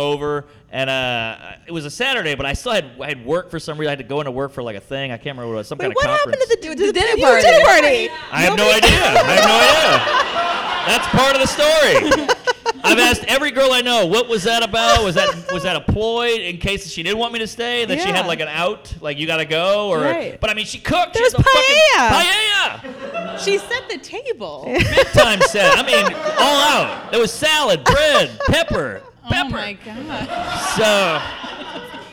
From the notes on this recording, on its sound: LIVE at The PIT in New York City. As suggested by our studio audience.